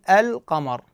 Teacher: فاللام القمري معناته أنه اللام مظهرة